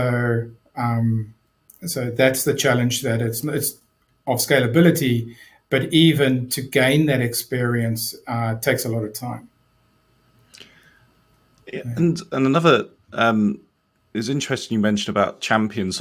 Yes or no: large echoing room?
no